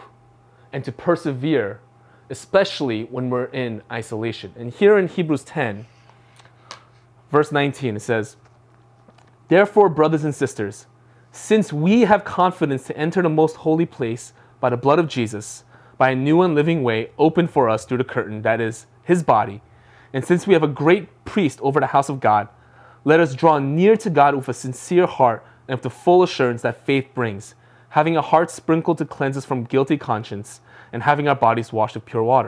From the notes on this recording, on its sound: from the February 21, 2021 Live Worship Service